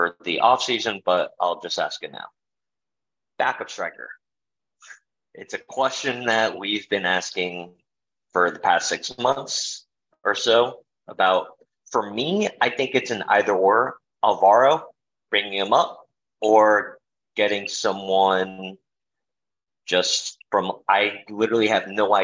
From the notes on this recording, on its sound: Managing Madrid Post-game live Zoom podcast. A Q&A at the end.